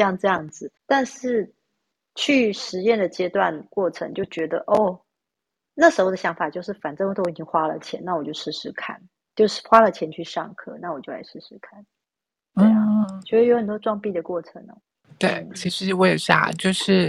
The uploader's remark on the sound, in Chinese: 此音檔是由club house直播中錄製的。故音質無法與專業麥克風及錄音室錄製比較。所有音檔都已盡最大能力去調整，讓聽眾的耳朵是舒服的。